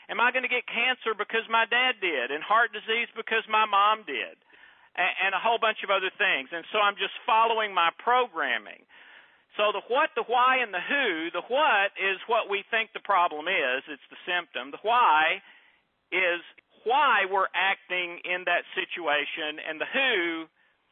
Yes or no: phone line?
yes